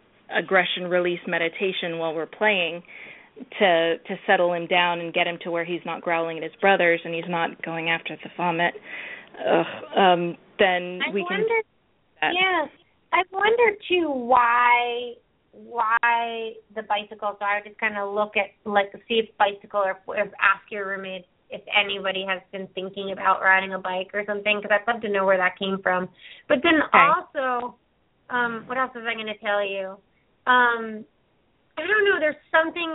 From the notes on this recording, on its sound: open up the lines for listeners to call